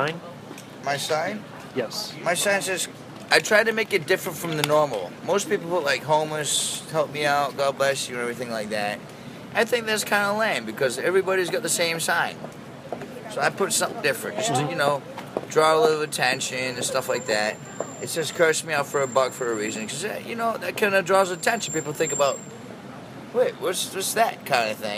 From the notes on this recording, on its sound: Sitting on the sidewalk a block south of Washington Square Park.